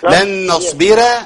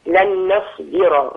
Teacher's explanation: الراء هنا مفخمة عند الكل عدا ورش · Shown in: second take